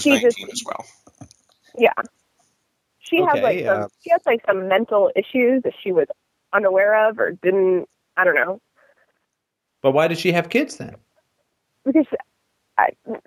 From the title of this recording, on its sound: Call In Show